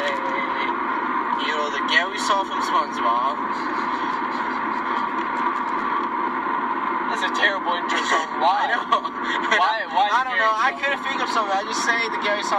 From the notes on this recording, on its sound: This is the first ever recorded episode of Konvos. The audio quality is awful.